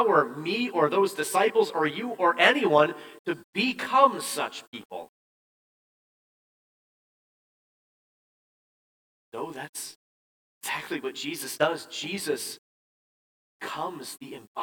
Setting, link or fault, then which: setting, large echoing room